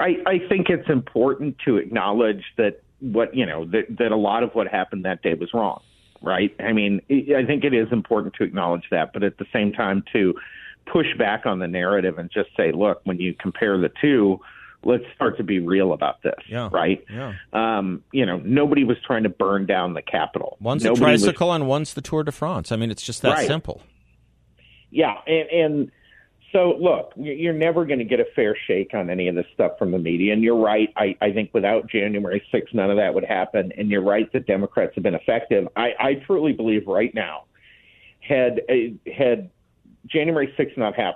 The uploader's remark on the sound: By phone for the full hour.